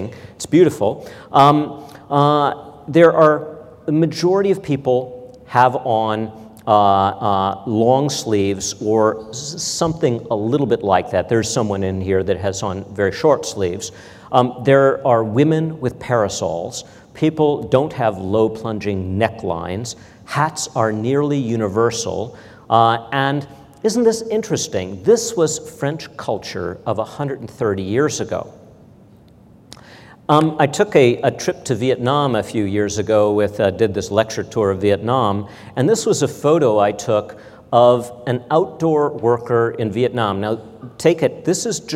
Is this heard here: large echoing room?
yes